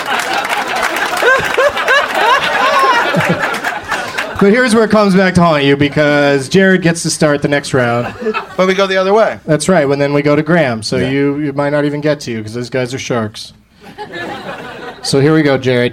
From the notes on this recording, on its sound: Live from the Comedy Attic in Bloomington, Indiana